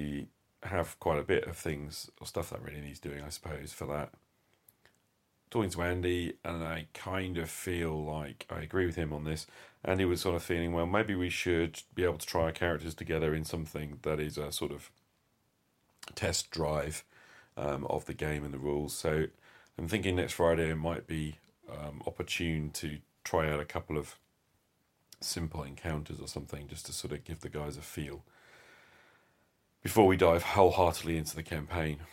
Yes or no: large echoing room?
no